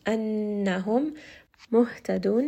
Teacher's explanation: So we are going to give it some غنة، bring it up into the nose and emphasize that نون sound just a little bit · ha here is going to be from the lower throat. And then make sure that you do give it proper humps and that you are bringing up some air from the chest.